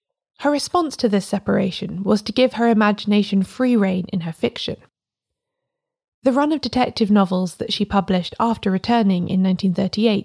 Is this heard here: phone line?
no